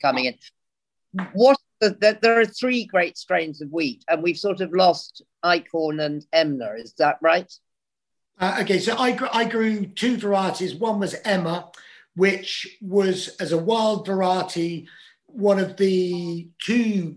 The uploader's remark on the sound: This talk was recorded online in March 2021.